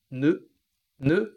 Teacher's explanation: Lembrando que o ele é um pouquinho diferente, né? Ele, a boca não é tão arredondada. Você tem que abrir um pouco mais.